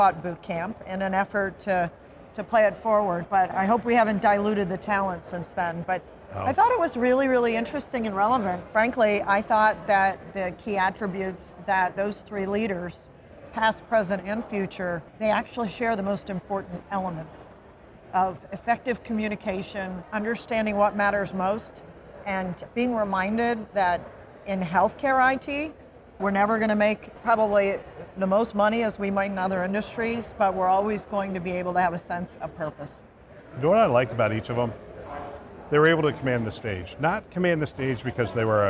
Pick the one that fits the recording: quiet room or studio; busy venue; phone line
busy venue